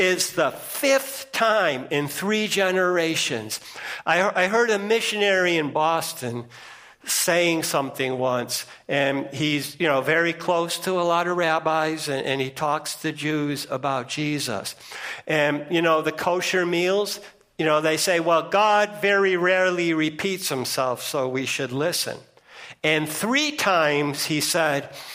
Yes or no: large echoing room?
yes